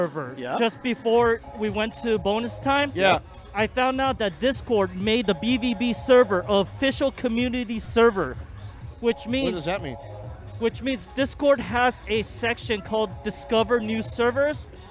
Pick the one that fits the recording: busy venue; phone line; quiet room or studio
busy venue